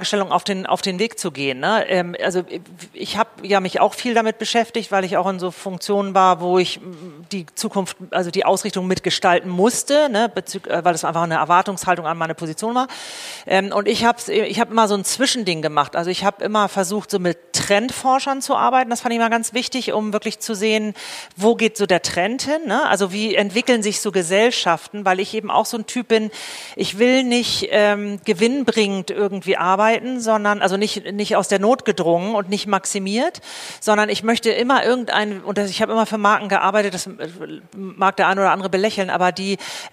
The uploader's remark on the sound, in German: Diese Folge wurde live vor Publikum im Hutmacher in der Utopiastadt aufgenommen.